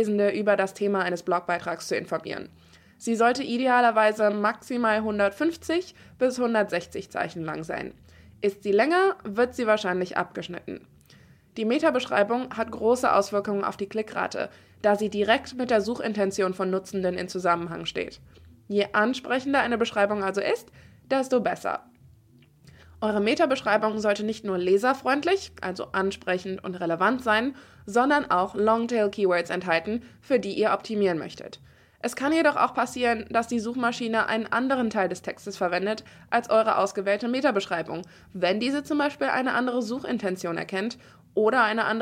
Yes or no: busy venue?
no